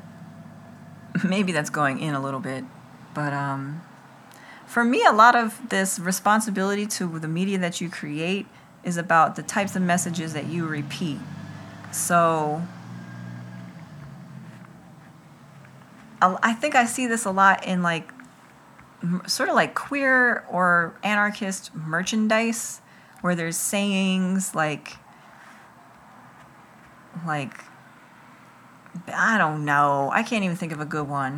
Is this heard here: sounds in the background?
yes